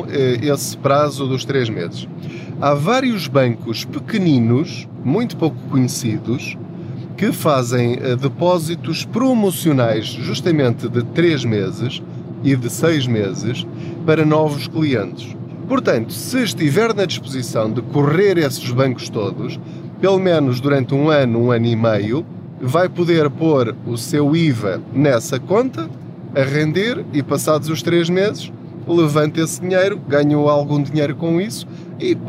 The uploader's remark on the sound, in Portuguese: Não ligue aos barulhos da viagem.